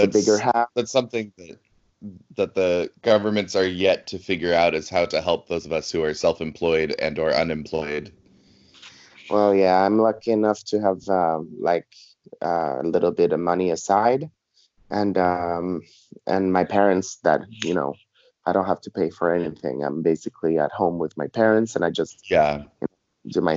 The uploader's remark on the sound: Today we get to Skype with one of my favorite queens in the whole world